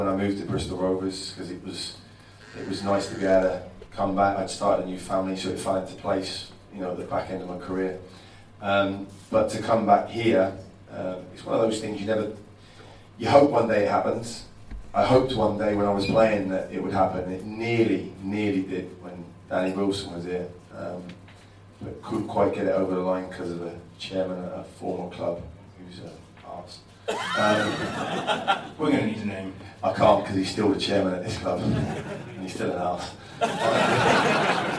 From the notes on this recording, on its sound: Here's a taste from the *first ever* Loathed Strangers Live event organised by the STFC Official Supporters Club!